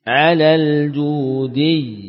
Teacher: Ya sukunnya bukan huruf mad. Ya, ya sukunnya adalah ya dari wasatul lisan.